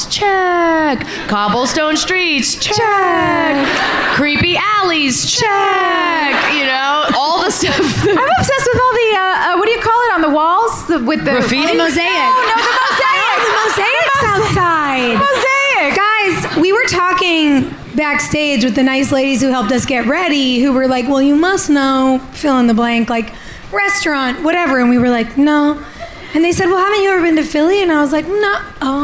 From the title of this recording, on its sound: LIVE IN PHILLY!